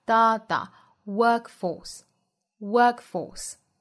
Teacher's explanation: workforce,劳动力，这是一个复合词啊，重音在第一个词上